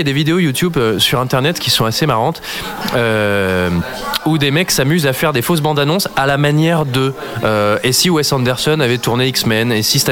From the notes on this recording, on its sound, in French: L’équipe reprend ses quartiers au Hurling. Fin de Séance donne la parole au public en lançant une section micro-trottoir ! Enregistré au Hurling pub ( 8 Rue Descartes, 75005 Paris ).